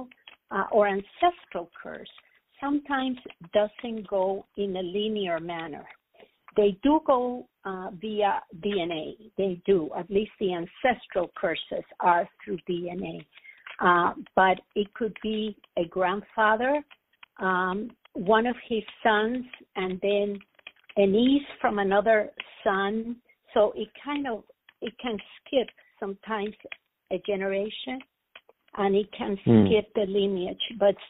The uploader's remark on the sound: The Lucky Mojo Hoodoo Rootwork Hour is a real, live call-in show where the general public gets a chance to ask about actual problems.